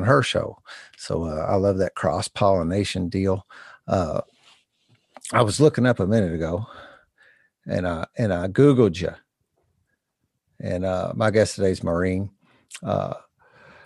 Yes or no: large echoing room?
no